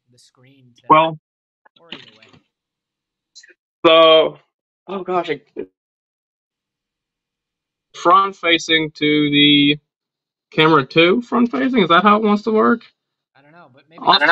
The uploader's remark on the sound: I apologize for the shorter, lower production quality episode.